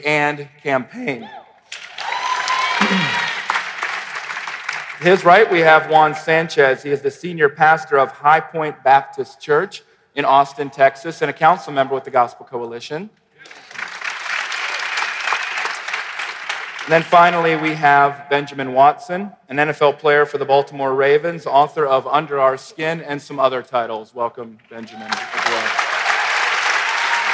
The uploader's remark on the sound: panel discussion at our MLK50 conference